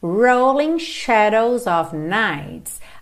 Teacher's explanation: aqui em rolling a gente enrola a língua no R, ok? Mesmo sendo inglês britânico, porque esse R está no início da palavra antes da vogal, então a gente não tem mesmo outra possibilidade.